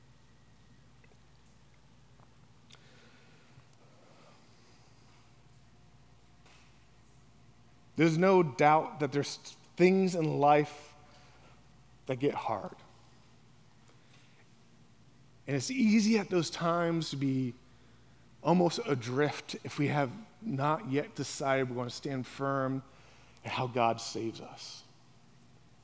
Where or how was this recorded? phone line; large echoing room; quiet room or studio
large echoing room